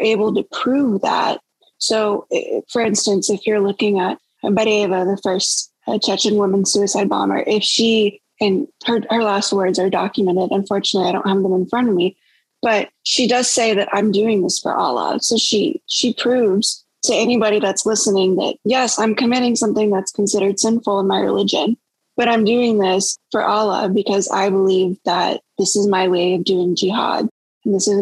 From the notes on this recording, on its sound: This episode was recorded on December 2021 via Zoom.